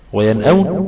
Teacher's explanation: نون ساكنة بعدها همزة اظهر